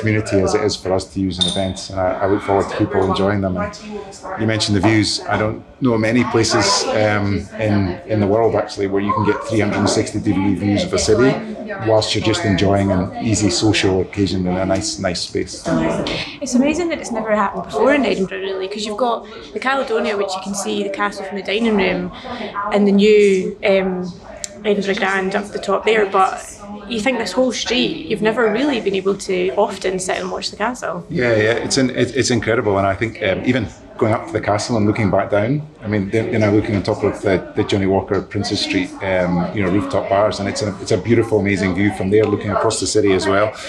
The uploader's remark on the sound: This special bonus episode of Scran was recorded at the newly opened Johnnie Walker Visitor Experience on Princes Street in Edinburgh.